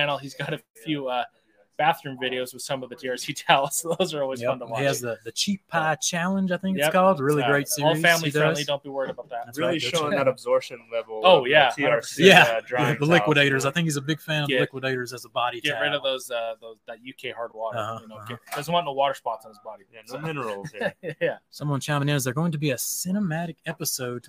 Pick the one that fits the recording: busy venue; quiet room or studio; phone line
busy venue